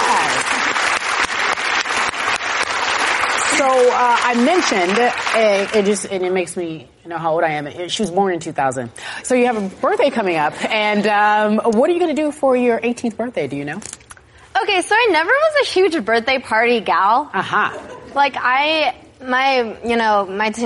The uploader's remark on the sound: in front of a live studio audience